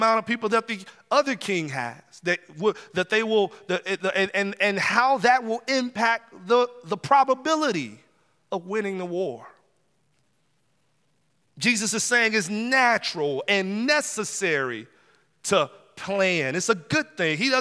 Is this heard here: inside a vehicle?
no